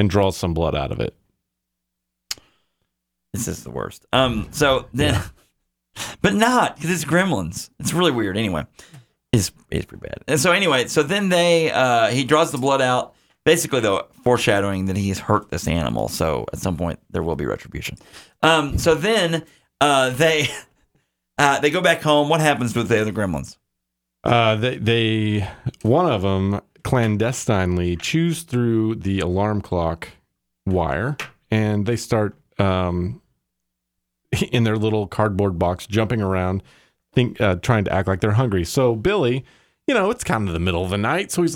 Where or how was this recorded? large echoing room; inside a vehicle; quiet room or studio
quiet room or studio